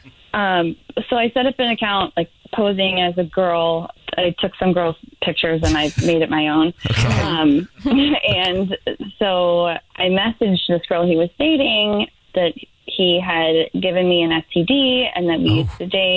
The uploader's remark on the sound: there is a woman on the phone